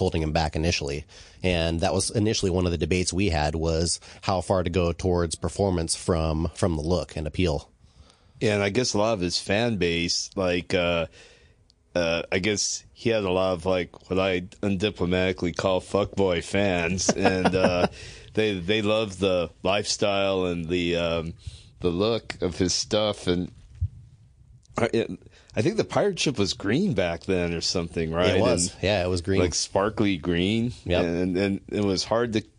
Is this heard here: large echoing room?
no